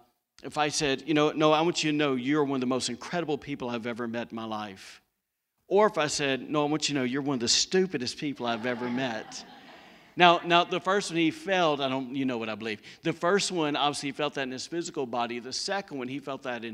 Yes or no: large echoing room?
yes